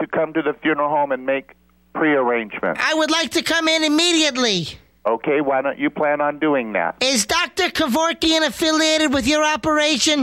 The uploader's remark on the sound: Prank Phone Calls